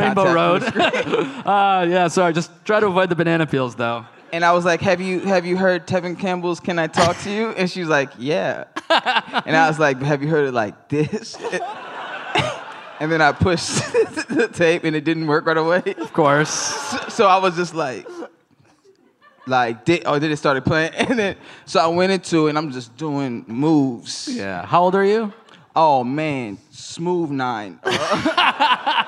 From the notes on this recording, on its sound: Live on stage as part of Just for Laughs comedy festival in Montreal.